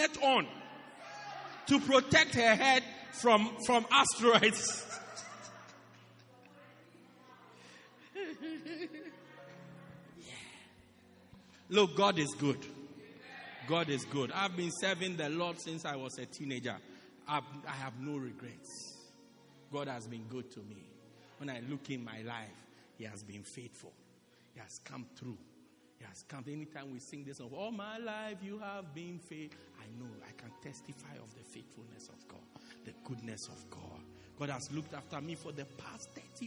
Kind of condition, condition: setting, large echoing room